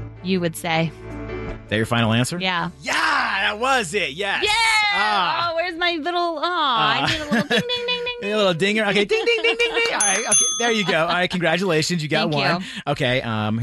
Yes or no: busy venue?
no